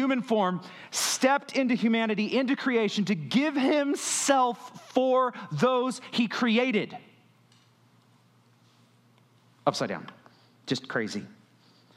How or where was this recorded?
large echoing room